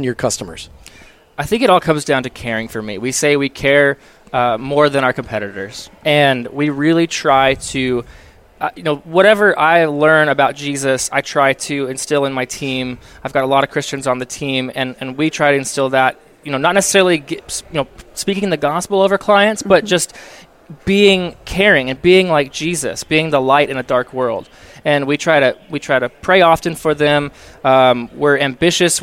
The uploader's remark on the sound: while at the Workmatters Conference in Rogers, Arkansas